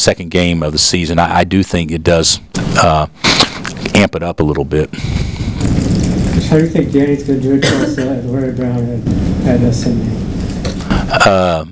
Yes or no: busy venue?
yes